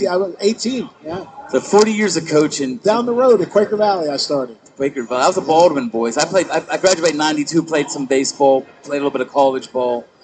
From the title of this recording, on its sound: LIVE at Three Rivers Karting